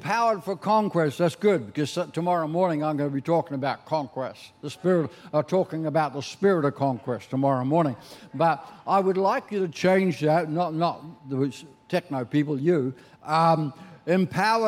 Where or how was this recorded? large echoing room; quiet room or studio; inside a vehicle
large echoing room